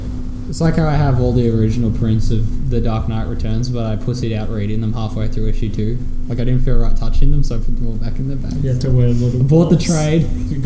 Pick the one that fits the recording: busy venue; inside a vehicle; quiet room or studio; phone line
busy venue